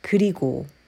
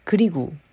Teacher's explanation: And conversationally, a lot of Koreans would say 그리고, changing the vowel for the last syllable from O to U · Shown in: second take